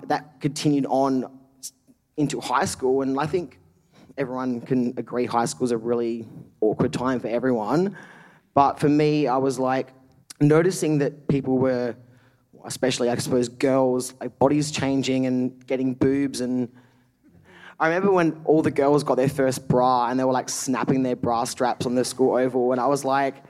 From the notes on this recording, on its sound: SPUN: True Stories Told in the Territory is a live storytelling event that showcases some of the extraordinary people and stories that make up the Northern Territory. Popping up at different venues across Darwin.